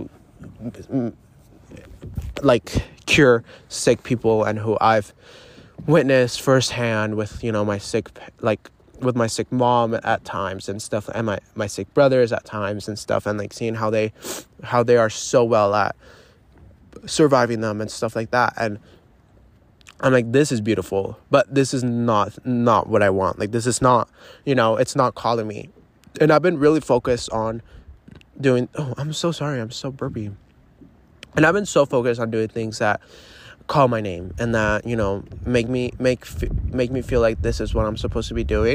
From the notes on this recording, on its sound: literally live from my paddleboard